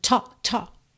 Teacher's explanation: Aqui é super importante você lembrar que a letra T em inglês tem um arzinho. E o L dessa palavra talk também não é pronunciado.